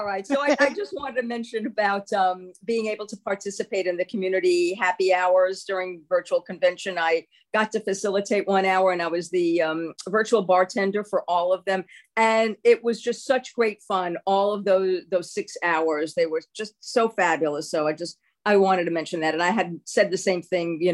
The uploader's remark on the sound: Originally Broadcasted June 26, 2023, on ACB Zoom